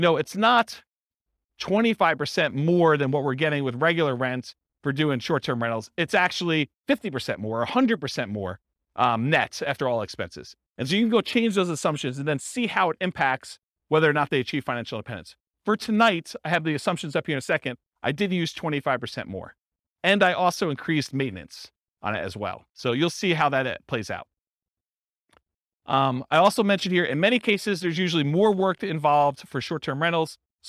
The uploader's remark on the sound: This was a live class recorded